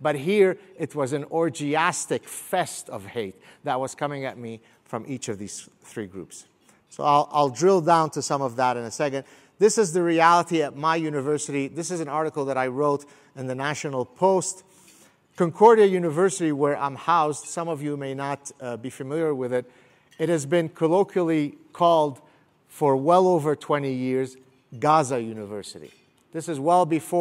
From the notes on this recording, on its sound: I delivered this talk at the Steamboat Institute's Summit on Foreign Policy and Global Security